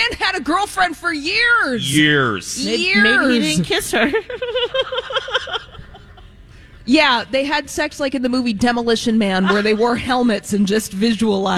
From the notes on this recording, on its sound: We're live at Junk Bonanza at Canterbury Park for a Santa Stop!